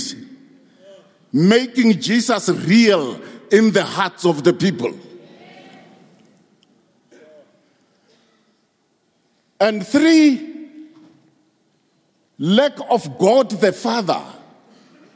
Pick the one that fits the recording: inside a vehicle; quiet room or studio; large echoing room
large echoing room